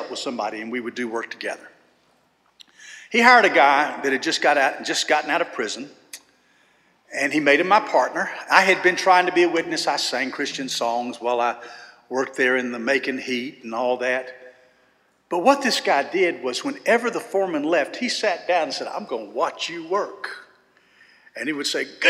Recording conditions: large echoing room